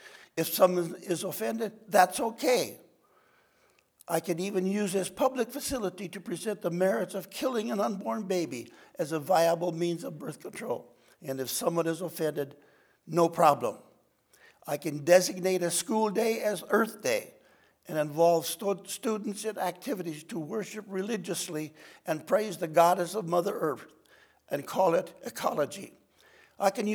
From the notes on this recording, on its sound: from the chapel platform at Baptist College of Ministry